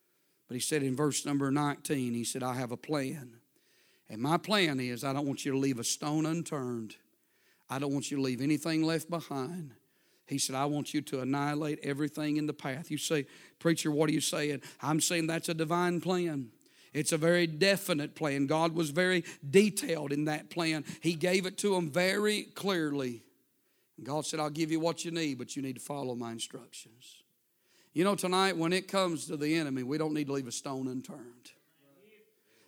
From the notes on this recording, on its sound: A sermon preached Wednesday Evening